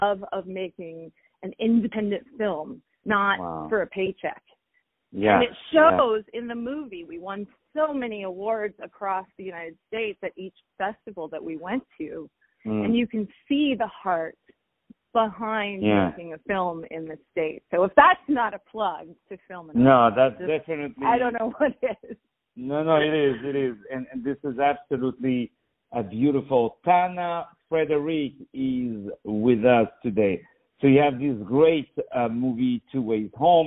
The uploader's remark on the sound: On the phone